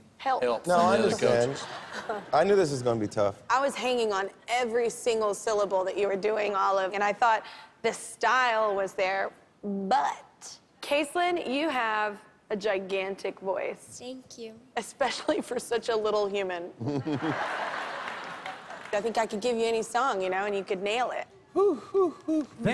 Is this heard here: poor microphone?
no